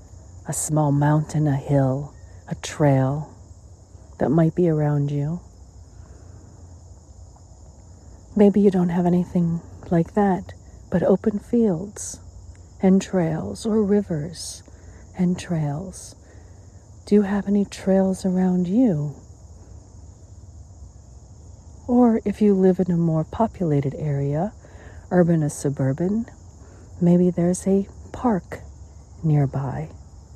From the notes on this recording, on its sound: LIVE from Sugarloaf Mountain, Maryland, USA. This is a special on location Walk and Talk of our Mindfulness Summer Tour 2022.